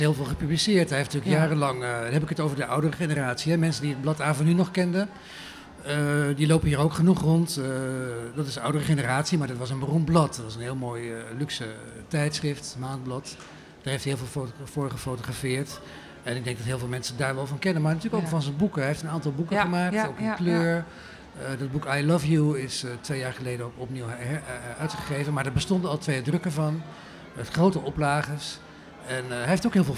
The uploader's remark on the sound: Recorded live at the opening of the exhibition: "Lust For Life | Ed van der Elsken" at the Dutch Photography Museum.